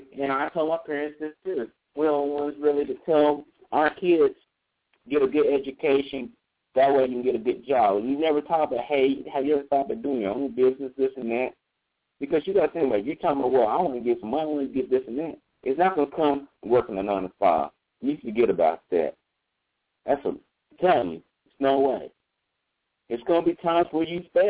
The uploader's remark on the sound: Call in live show